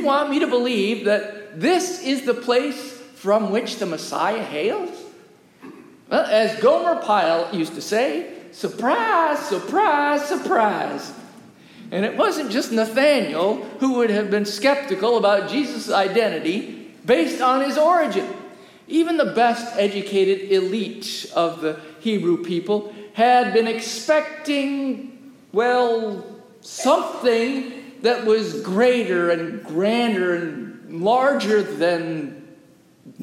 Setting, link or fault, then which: setting, large echoing room